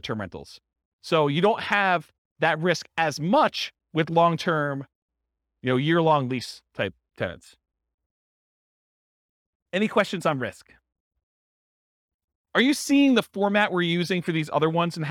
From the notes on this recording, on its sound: This was a live class recorded